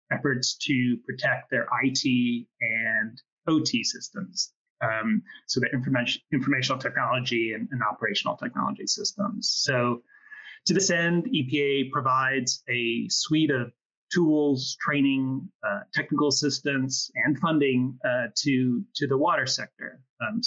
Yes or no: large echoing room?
no